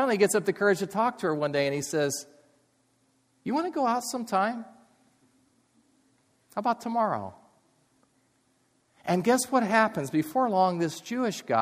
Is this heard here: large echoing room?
yes